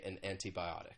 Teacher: often people would say an antibiotic, and you hear that true T sound